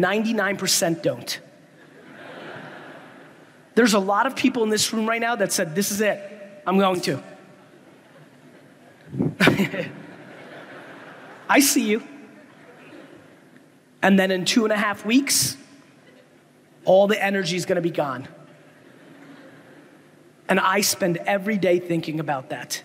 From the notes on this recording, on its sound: a segment from a throwback keynote I gave in Jakarta, Indonesia a few years ago